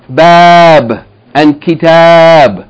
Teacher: In words like bab and kitab, that aleph in bab and that aleph in kitab, the sound of it is the same as the sound of aleph maqsura. It's the two count fatha. Fatha elongated. That's the same exact sound.